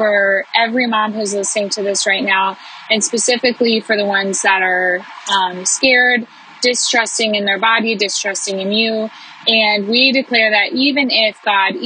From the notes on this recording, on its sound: I recorded this as I felt the Spirit stirring in me on a drive home one day. The audio quality on this one is rough because I was in the car.